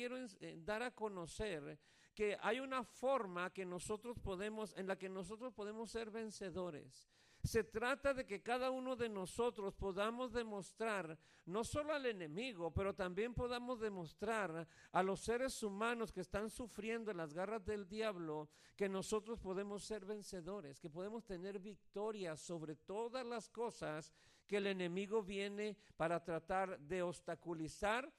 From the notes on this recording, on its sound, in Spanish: Este mensaje fue grabado en vivo en la Iglesia Monte Sinai Upland.